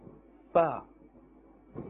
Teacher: this is pronounced from the edge of the upper front teeth and the wet part of the lower lip. So if we are touching the dry part of the lower lip, it will be incorrect if we say fa.